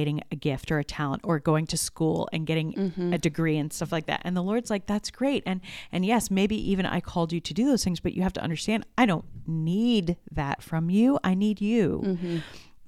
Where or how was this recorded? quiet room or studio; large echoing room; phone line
quiet room or studio